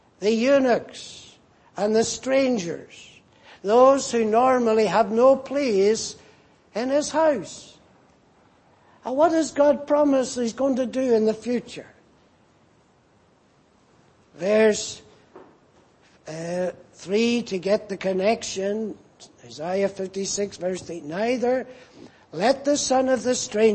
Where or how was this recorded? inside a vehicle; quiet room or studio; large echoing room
large echoing room